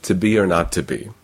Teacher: So there are some accents in which it is simply to be or not to be. So the U is shifting to a schwa.